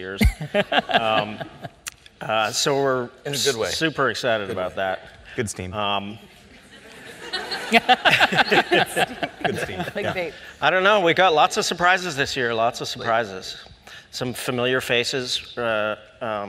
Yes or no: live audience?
yes